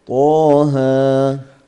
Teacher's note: النوع الثاني الثالث آسف هو مد طبيعي، يعني حروف الهجاء مكونة من حرفين وثانيهما حرف مد، فهو مد طبيعي مجموع في كلمتي حي طهر، فهو مد طبيعي لأنه حرف مد ما قبله مجانس له، وهو لأنه في فاتح السور حرف مد حرفي طبيعي لأنه يقع في الحروف وليس في الكلمات، ومقداره طبعا حركتين مثل المد الطبيعي.